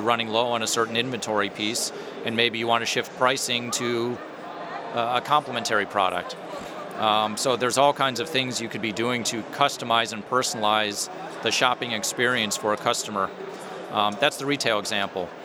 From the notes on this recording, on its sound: Live from HP Discover. In this archive of a livecast from HP Discover.